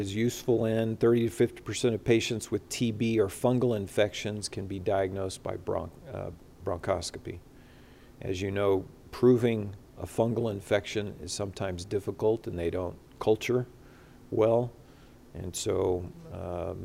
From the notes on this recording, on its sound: recorded Saturday, September 11, 2021, during the CORE conference in Salt Lake City, Utah